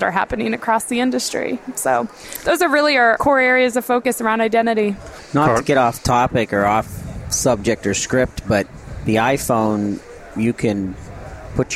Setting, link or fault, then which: setting, busy venue